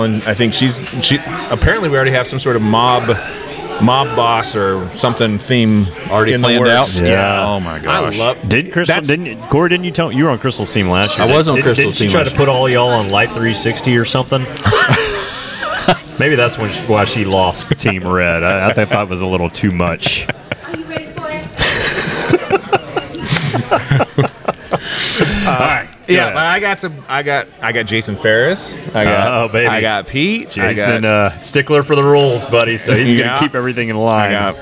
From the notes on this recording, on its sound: We are live from BLCF for draft night! It's a revolving door of guests.